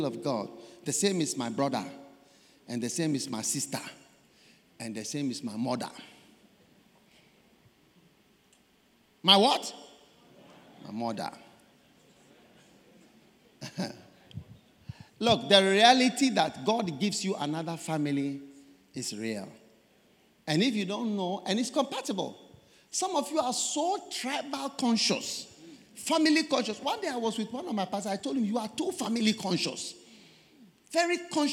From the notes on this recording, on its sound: Preached at the First Love Centre, Accra - Ghana